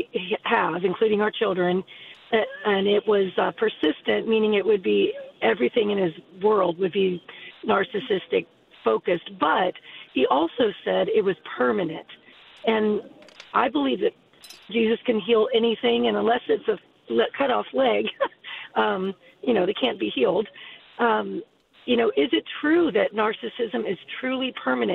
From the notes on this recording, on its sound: Today we open the phone lines